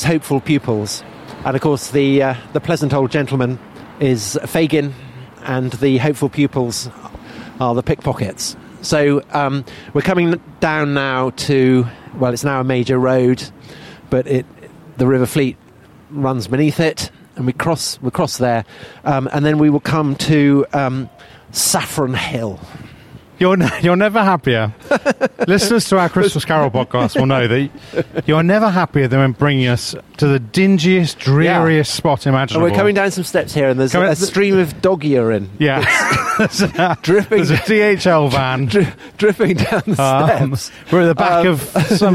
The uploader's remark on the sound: a special live, on location episode as they walk around central London